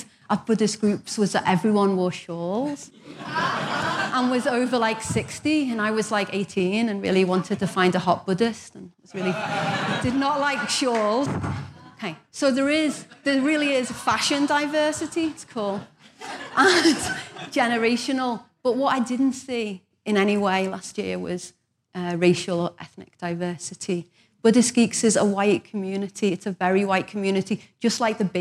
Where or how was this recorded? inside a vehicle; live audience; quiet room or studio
live audience